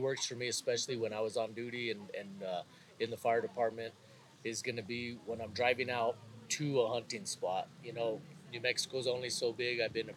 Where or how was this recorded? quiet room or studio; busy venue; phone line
busy venue